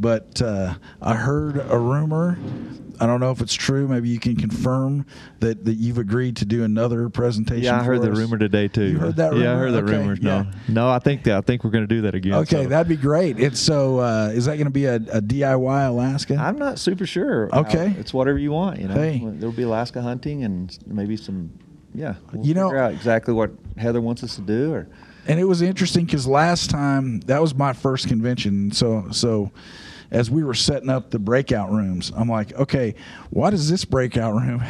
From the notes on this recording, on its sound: Live from Panel. The boys take a few minutes away at Panel.